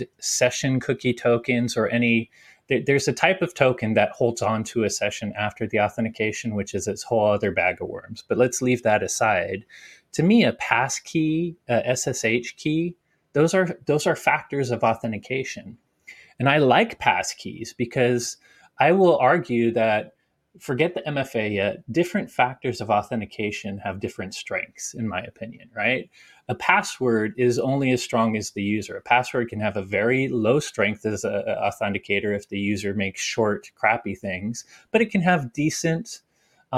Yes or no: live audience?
no